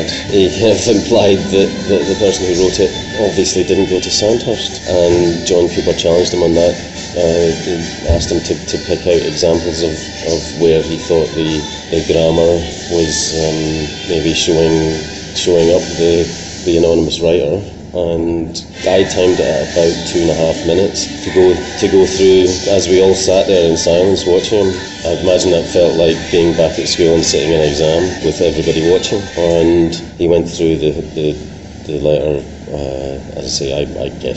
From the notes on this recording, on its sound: In a cafe near court this week, hence the background noise.